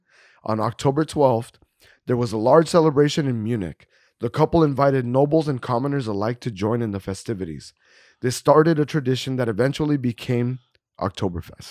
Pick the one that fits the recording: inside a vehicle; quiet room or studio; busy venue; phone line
quiet room or studio